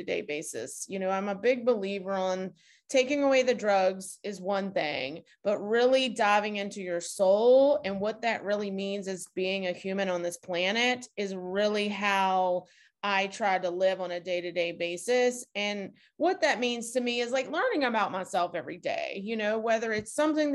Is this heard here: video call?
yes